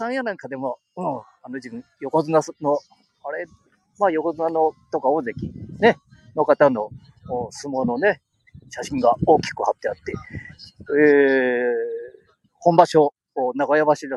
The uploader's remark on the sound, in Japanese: 街さんぽ LIVE